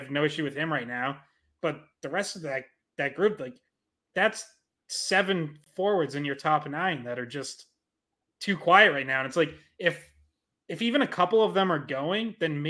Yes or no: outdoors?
no